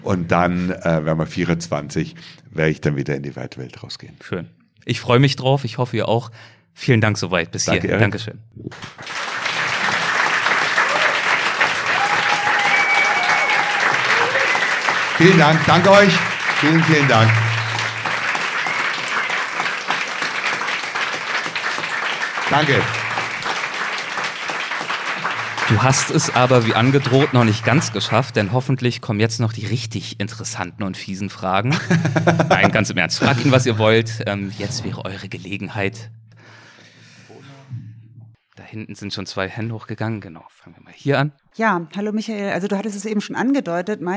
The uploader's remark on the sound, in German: Live vom Weltwach Festival